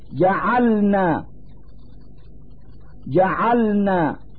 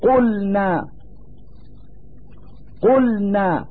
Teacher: أقول: لأن الراء تتصف بالتكرار، وهذه الصفة توجب إعادة ما في الراء من رخاوة، وليس للام مثل هذه الصفة. ثم إن اللام حين يكون ساكنا فإن انحباس الصوت والنفس يكون ظاهرا حين التلفظ به